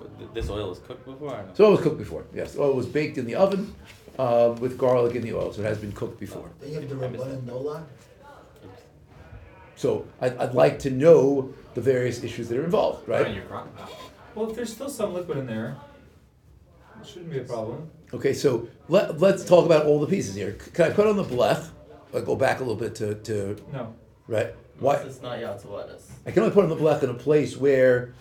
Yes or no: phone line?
no